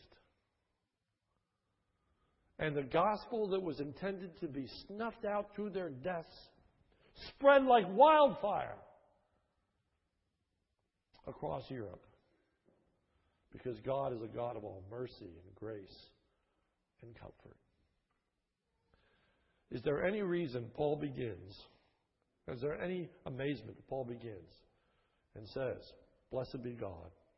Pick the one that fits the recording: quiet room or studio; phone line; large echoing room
large echoing room